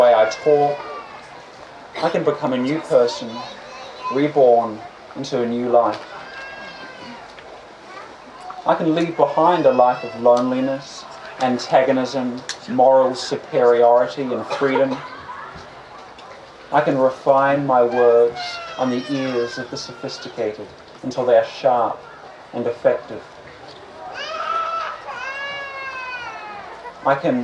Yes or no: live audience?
yes